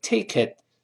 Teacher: 了，take it 连到一块儿，变成 takeit，最后那个 t 失去爆破，就舌尖顶住